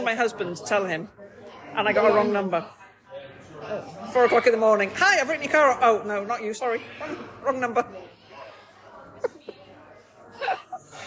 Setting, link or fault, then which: fault, background noise